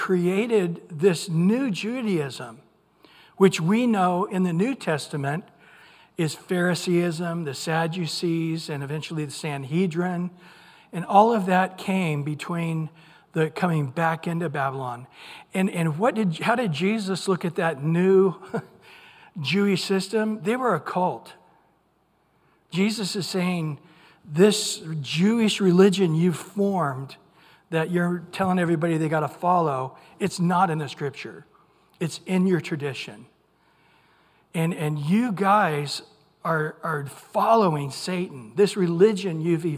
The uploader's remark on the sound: Recorded at Calvary Chapel of Los Alamitos on June 28 2023 on Wednesday evening sermon. Recorded at Calvary Chapel of Los Alamitos on June 28 2023 on Wednesday evening sermon.